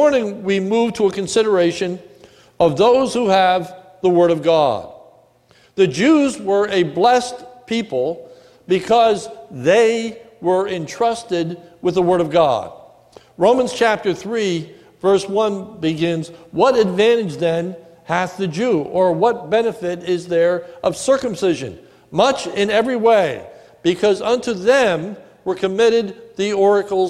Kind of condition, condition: setting, large echoing room